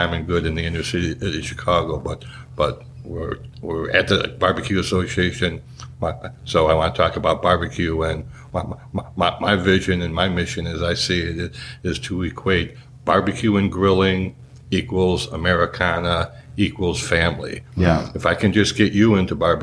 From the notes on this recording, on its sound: This podcast was recorded at the River Ranch Stockyards during the National Barbecue & Grilling Association’s #IAMBBQ2018 National Trade Show and Conference in Fort Worth, Texas.